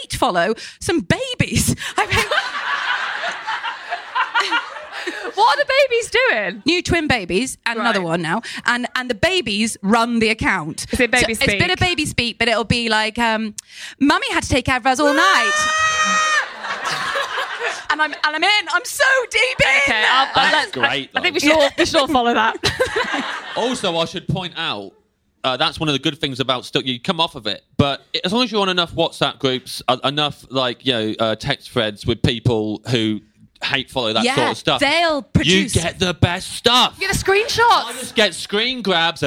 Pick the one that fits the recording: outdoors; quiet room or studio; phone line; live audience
live audience